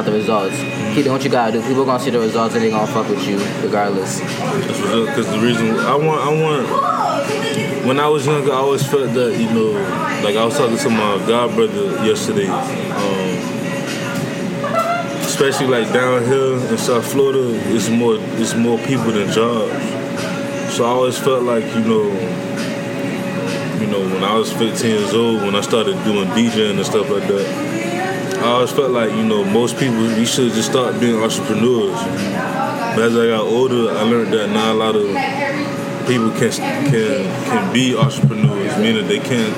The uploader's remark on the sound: Starbucks Convo